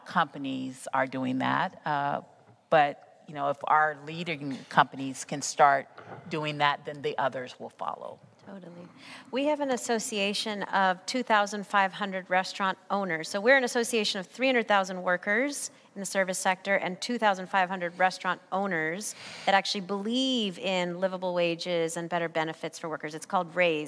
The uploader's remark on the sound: Live from The Cheech Marin Center for Chicano Art & Culture at the Riverside Art Museum